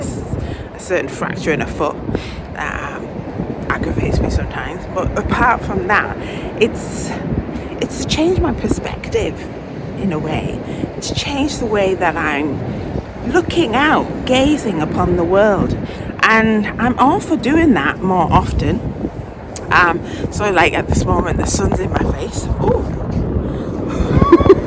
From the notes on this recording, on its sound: while walking the North-East coast and taking you along with her